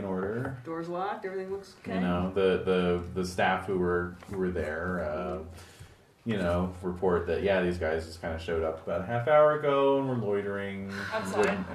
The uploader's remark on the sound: Please note that this recording was originally made for posterity rather than public release, and therefore our usually lax recording discipline is even more in evidence.